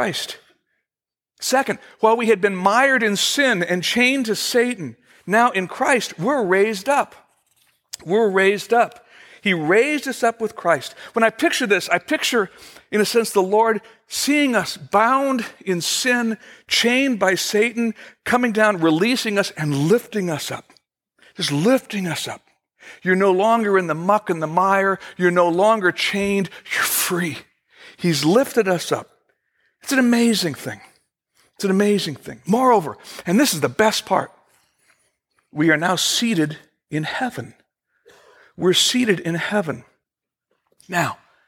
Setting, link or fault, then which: setting, large echoing room